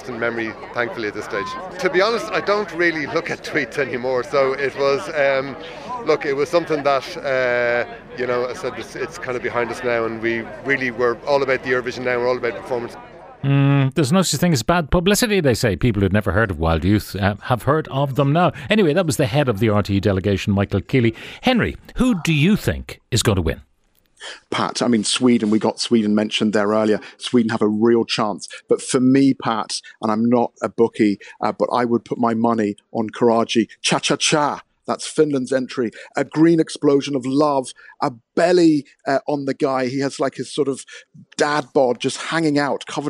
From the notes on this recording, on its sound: Live from Eurovision 2023. We cross to Liverpool to chat with Newstalk reporter.